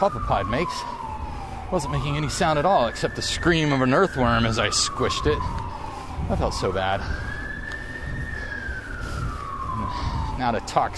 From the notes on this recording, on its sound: riding a bicycle in the rain